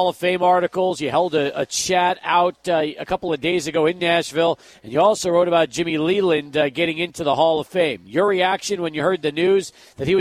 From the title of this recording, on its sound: Live at Union Drafthouse Sunland